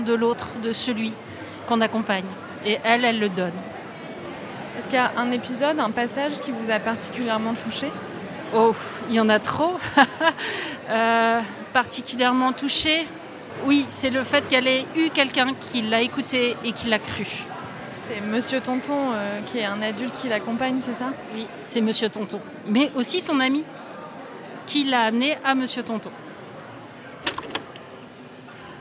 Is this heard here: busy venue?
yes